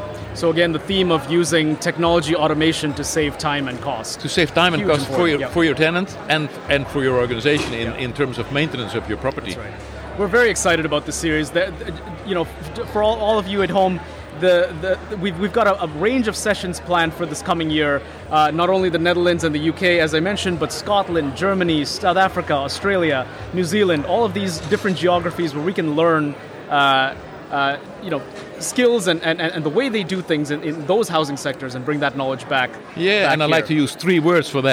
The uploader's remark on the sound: Joins us live onsite at the 2023 ONPHA Conference in Toronto.